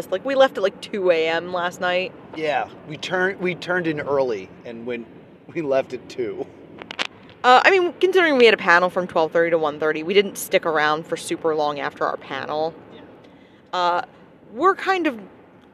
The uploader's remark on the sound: On the Road with +2 Comedy - MAGFest. This is a podcast recorded on the drive.